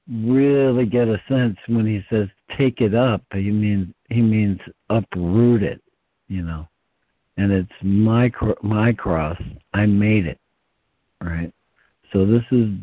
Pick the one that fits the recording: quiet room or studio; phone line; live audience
phone line